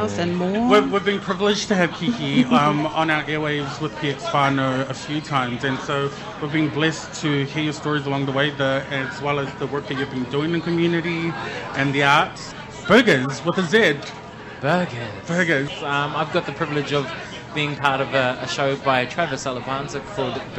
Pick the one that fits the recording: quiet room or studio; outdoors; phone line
outdoors